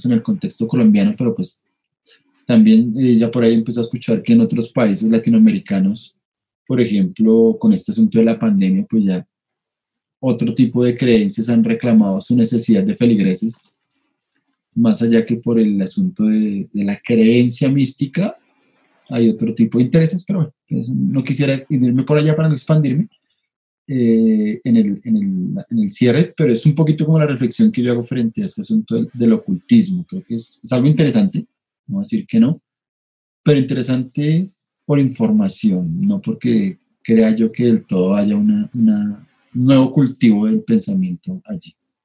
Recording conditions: video call